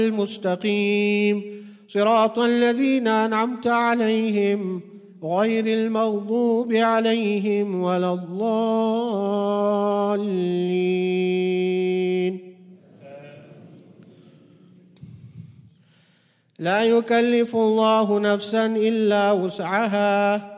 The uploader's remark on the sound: at the Houghton Masjid (West Street)